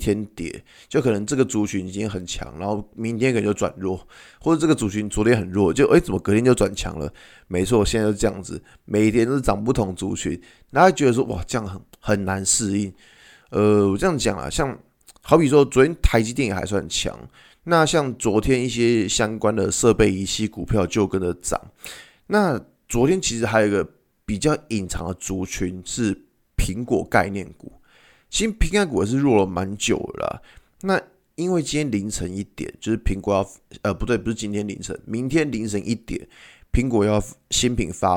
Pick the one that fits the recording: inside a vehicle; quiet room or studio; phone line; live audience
quiet room or studio